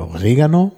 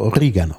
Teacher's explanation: auf jeden Fall auf der zweiten Silbe betont · Shown in: second take